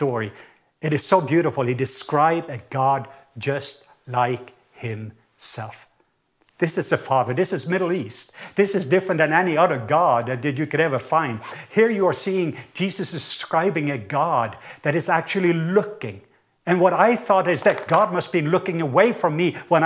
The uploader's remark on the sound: Recorded at Northlands Church.